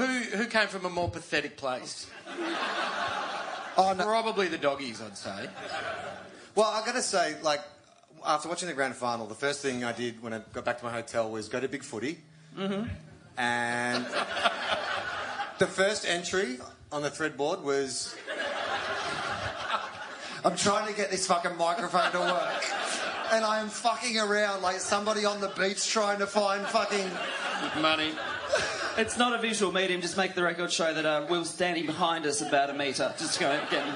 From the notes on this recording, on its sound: Live Post Grand Final Event. The 2nd annual post Grand Final live event.